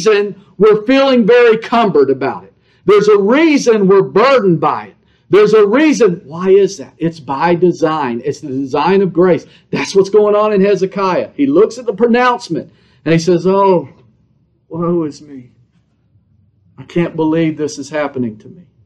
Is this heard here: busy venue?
no